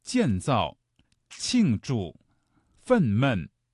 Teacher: 都是四声组合的词语，读起来呢很容易读得生硬，因为它都是降调，就像往地上砸石头一样。那么怎么能够让四声的词语读起来听感上是轻松的呢？有一个小窍门可以告诉大家啊，就是这两个字呢不要读得一样重，建这个字呢可以读得轻一些，造呢就重一些，建造。哎，这样听上去呢，语流上有一些变化，像行云流水一样，非常自然，就好听了。为什么外国人在说汉语的时候，虽然每个字都对，但是听上去生硬呢？就是因为声调不够流畅，即便声调对了，没有轻重格式，也会让人感觉不够悦耳。比如说，庆祝、愤懑，哎，我们有一些轻重格式的变化，这样呢就会让两个四声的字组合在一起，听感上呢会更加的悦耳了。咁我都来读一次哈，建造、庆祝、愤懑。好啦，咁啊继续系仲游中国。今次嘅云冈之旅，仲系为大家介绍咗一位嘅专家张卓，现任啦云冈研究院